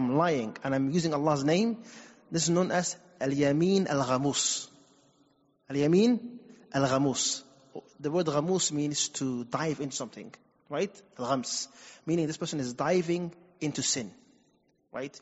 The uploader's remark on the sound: Recorded at Green Lane Masjid & Community Centre